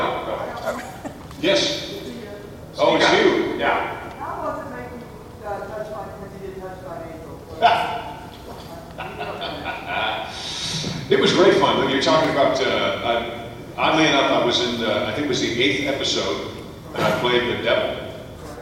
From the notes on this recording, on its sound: Today I want to share some special non-Disney audio that I recorded at the Kansas City Comic Convention in 2016. I was very privilaged to sit up close in a panel.